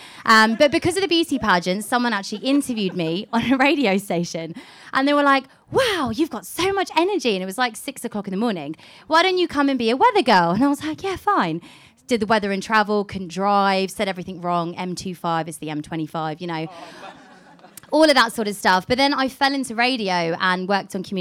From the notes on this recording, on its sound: SPECIAL EDITION LIVE from Boxpark Croydon. In this live discussion.